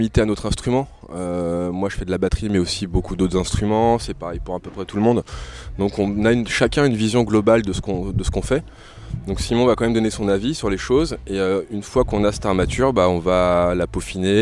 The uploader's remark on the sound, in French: En Direct De Terre Du Son. Emission Terres du Son 2022 – Le plateau radio RFL101. Au Domaine de Candé à Monts, Terres du Son ! Depuis la prairie de Terres du Son.